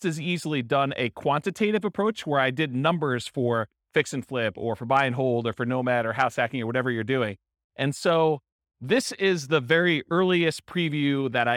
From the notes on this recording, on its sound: Real estate entrepreneurs in Dayton, Ohio. This was a live class recorded to give investors a solid qualitative overview of all the different real estate investing strategies. The live in-person version.